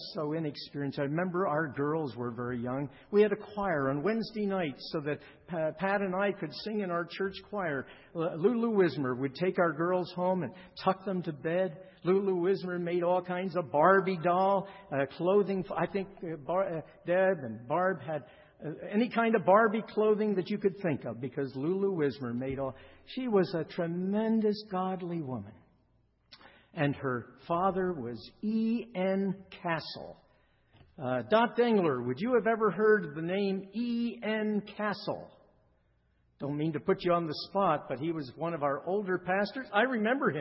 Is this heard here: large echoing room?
yes